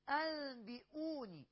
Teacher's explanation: أوني دي مد بدل، حركتين وصلا ووقفا. ني برضو مد طبيعي وصلا ووقفا، لأن ما فيش بعدها لا همز ولا سكون، ولا بعديها سكون ولا قبلها همز.